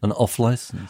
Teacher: A lot of people commented on how strange you put the emphasis on license. Instead of saying off-license, you say off-license.